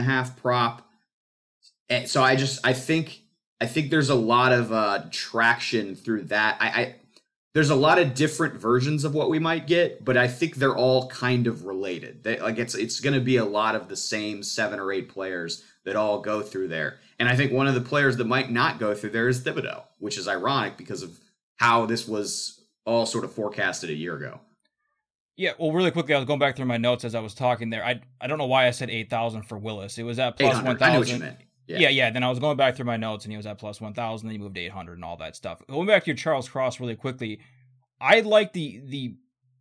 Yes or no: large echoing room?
no